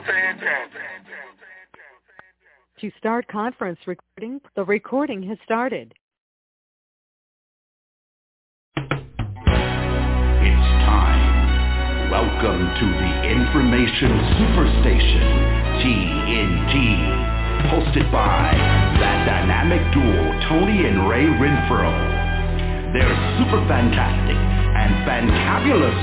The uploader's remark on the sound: TNTSuperfantastic Conference Call